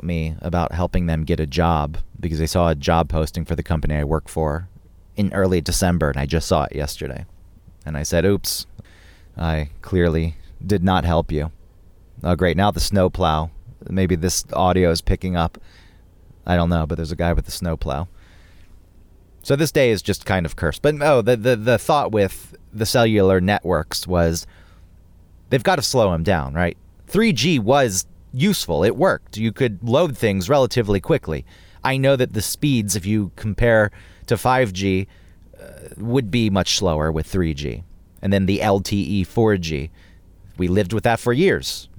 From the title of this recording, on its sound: Recording Inside A Snowed In Car In Rural Maine